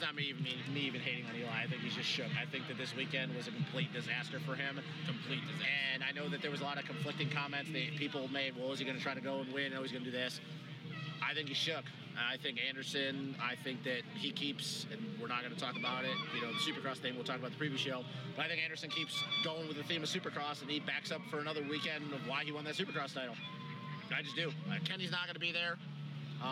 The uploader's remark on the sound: Coming to you live immediately post race from the 2018 MXoN at Redbud.